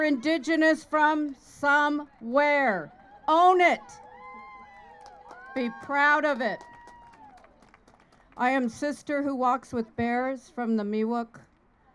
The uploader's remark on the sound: Some sounds recorded at recent events in Antioch. Voices from the Stop the Violence march and rally held in the Sycamore Corridor of Antioch. No Drilling Brentwood march and rally.